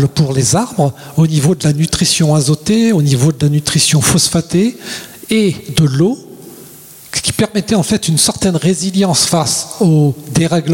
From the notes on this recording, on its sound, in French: Conférence organisée par l'Association "Les arbres pour la vie" sur le thème de l'agroforesterie.